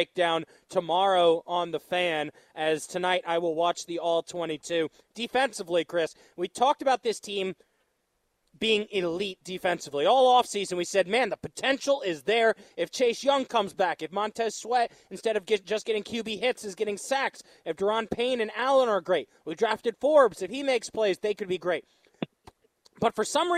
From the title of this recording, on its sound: LIVE from The Diamond